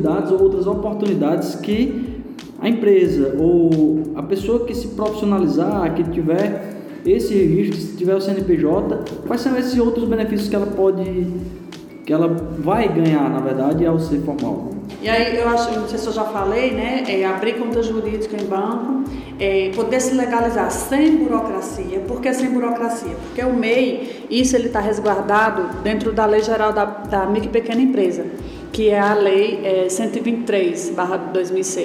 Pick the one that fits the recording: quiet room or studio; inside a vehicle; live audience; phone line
live audience